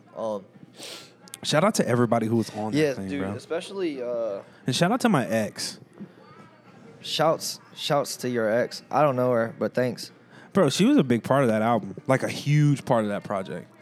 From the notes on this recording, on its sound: We recorded this episode in the middle of a Mcdonalds.